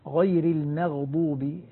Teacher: لاحظ الميم المرققة والغين التي بعدها المفخمة